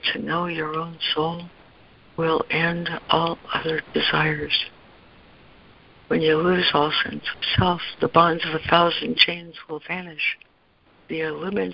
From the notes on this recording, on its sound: ACIM Daily Conference Call